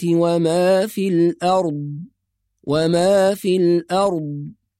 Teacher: أهم نقطة في هذا المقطع الضاد الساكنة، بعض القراء لما يقف على الضاد الساكنة يأتي بقلقلة فيقول الأرض أرض، أو يحولها إلى ظاء الأرض، وهذا خطأ كما ذكرنا في الحلقات السابقة. الضاد حرف يخرج من حافة اللسان بدون قلقلة، فنحافظ على سكون الضاد بدون قلقلة خاصة لما نقف عليها، فنقول له ما في السماوات وما في الأرض وما في الأرض.